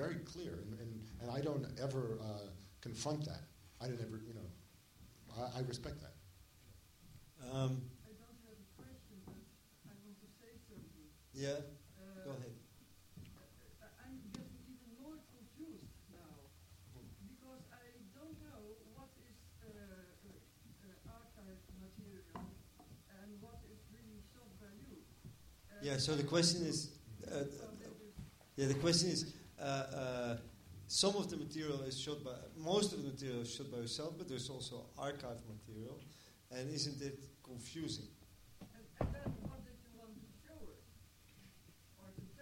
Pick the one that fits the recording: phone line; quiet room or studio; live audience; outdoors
live audience